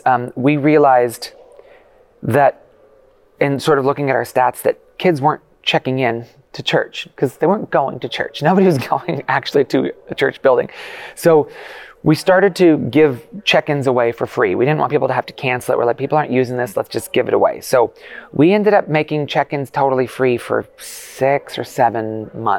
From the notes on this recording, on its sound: two interviews that we conducted while we were at Experience Conference in Orlando